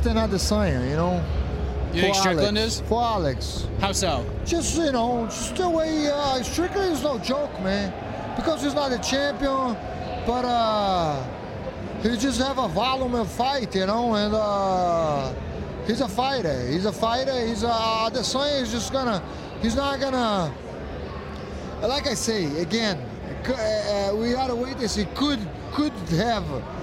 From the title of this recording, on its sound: LIVE From Las Vegas